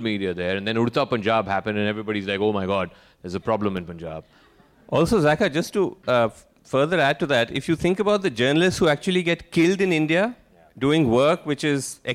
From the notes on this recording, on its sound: At the second edition of Media Rumble